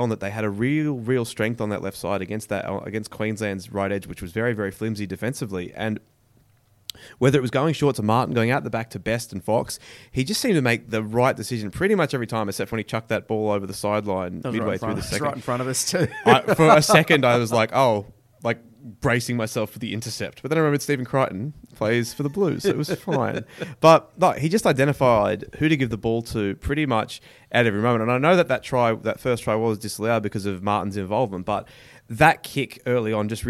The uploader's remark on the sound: The boys are in the press box LIVE from Stadium Australia.